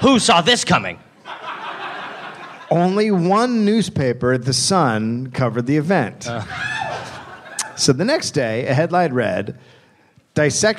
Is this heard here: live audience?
yes